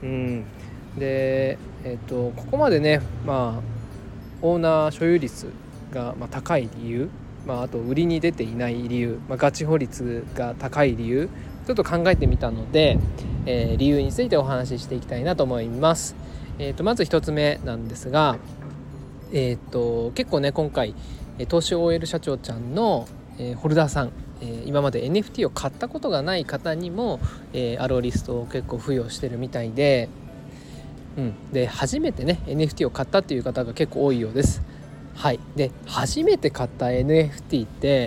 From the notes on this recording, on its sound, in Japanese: 外で録音しているので少し雑音が入っています。